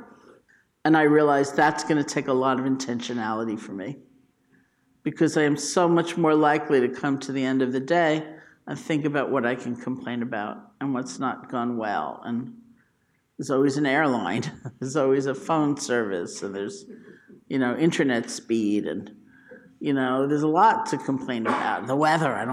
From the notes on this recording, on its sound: The Rubin Museum of Art presents a weekly meditation session led by a prominent meditation teacher from the New York area. This podcast is recorded in front of a live audience.